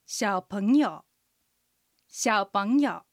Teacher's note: 小さいのシャオは3声、ポンは2声上がります。